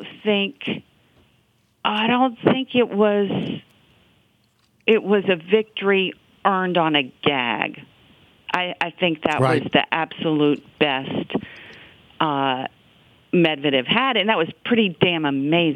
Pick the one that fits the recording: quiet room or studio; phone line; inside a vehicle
phone line